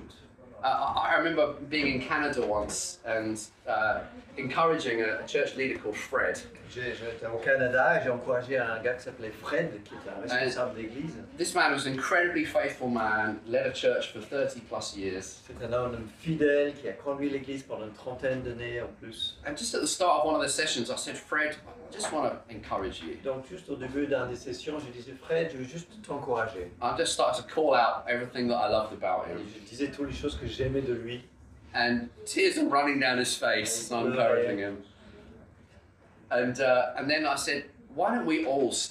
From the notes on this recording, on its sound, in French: Enregistré à l'église CVV, le 03/04/2022